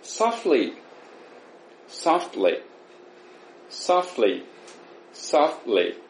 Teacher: soft ってこれ完全に息止まりましたね、舌先で捕まえた結果、口から息が漏れない状態になったので完全に無音に聞こえる部分ですね。